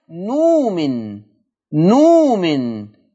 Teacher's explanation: أبدل الهمزة بواو مادية